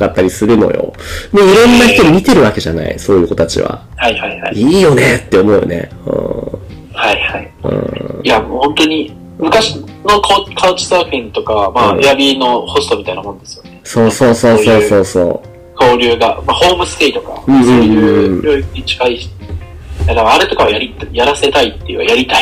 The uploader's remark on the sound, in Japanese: 今回機材トラブルで音割れが発生しております。